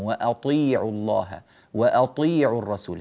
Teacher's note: الطاء نعطيها حقها من التفخيم الكامل مع أنها مكسورة